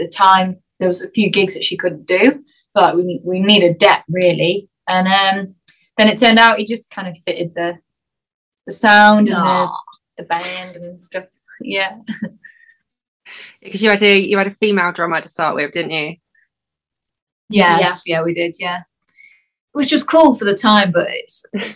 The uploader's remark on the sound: I sat down over Zoom